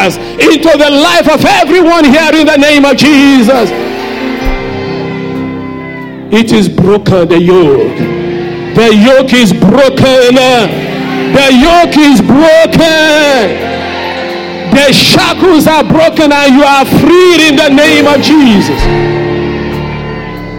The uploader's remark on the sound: Sunday Service message preached